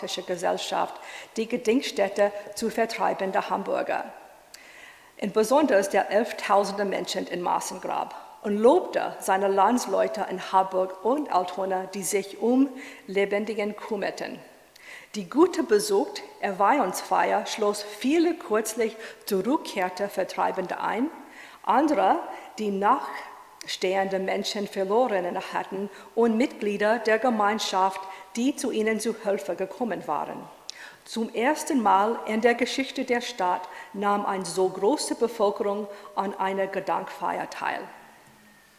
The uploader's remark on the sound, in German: In einem öffentlichen Vortrag am Historischen Kolleg in München